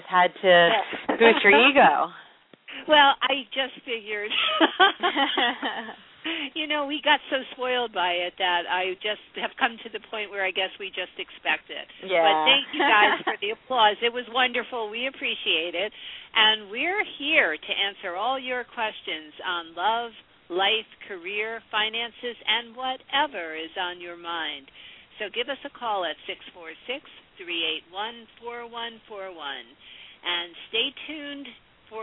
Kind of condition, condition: link, phone line